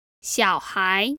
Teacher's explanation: That's a third tone and a second tone.